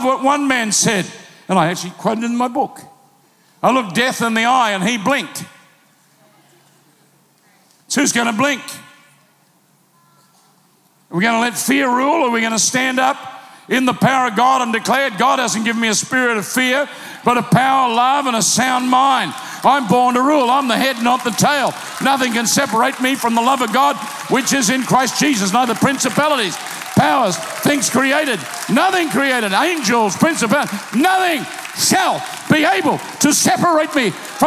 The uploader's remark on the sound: Recorded live at PlanetShakers Church.